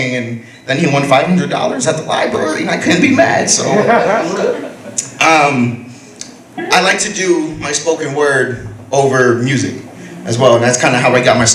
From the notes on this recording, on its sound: Mahogany Urban Poetry Series. Open Mic 6-15-2016 Wednesday Hosted by NSAA.